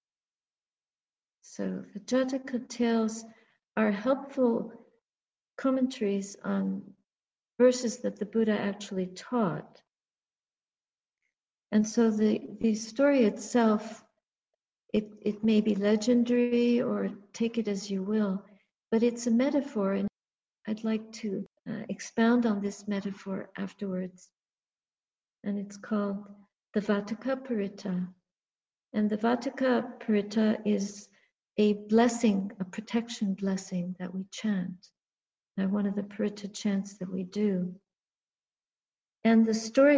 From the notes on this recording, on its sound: A talk given in a Toronto Theravada Buddhist Community (TBC) zoom during the COVID-19 pandemic.